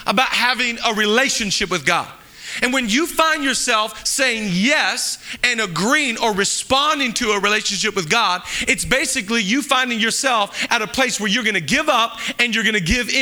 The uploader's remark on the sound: Live from El Rey Theater